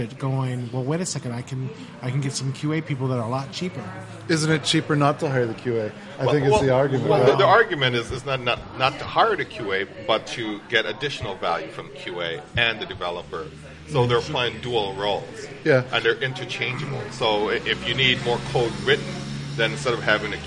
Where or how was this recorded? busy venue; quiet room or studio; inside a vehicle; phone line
busy venue